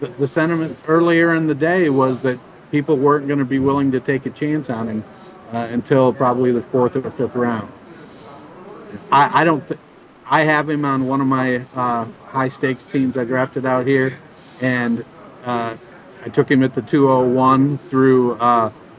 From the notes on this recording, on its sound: live on location at the Psalms resort for the FFWC in Vegas